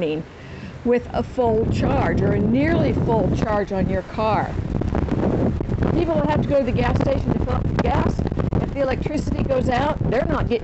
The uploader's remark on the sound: We recorded this episode outside in the storm. Here in Jacksonville on Thursday, as we recorded this, the wind was blowing gusts up to 35 miles per hour with steady, light rain.